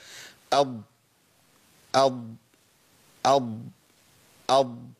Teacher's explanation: الضاد مخرجها حافة اللسان مع الأضراس العليا مع ما يواليه من الأضراس العليا يمينا أو يسارا · محتاج ان انا اخش بحكمه، يعني ما ادخلش بتراخي واقول ايه ولا اتعامل بعنف واقول اض واعمل فيها شده، لان زي ما شفت دلوقتي ان الشده مش من صفات الضاد. يبقى اخش كده بالراحه خالص كده، حافه اللسان. · Term: صوت الضاد